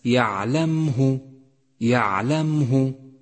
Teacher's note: الميم ساكنة وليست مضمومة، يعلمه وليس يعلمه، وهذا خطأ شائع فتنبه.